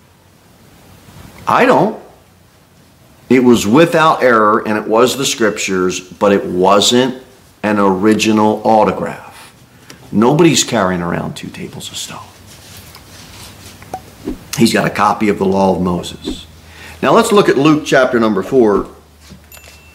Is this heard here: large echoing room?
yes